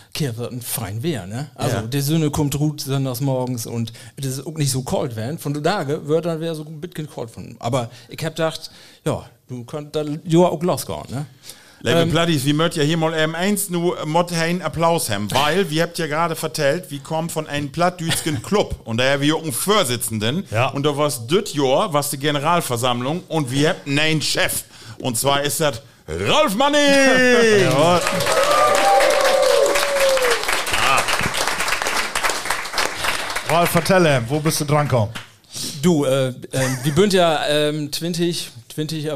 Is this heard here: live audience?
yes